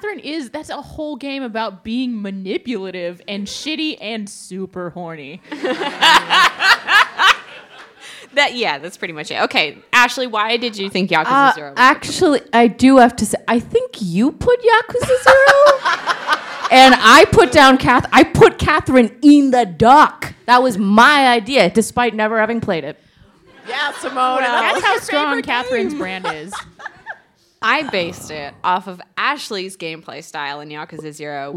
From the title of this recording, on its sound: The Polygon Show LIVE at FlameCon 2018